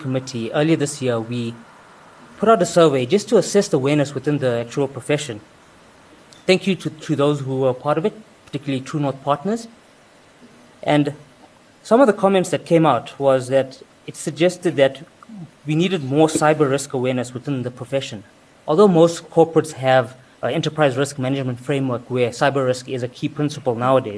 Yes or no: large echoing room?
yes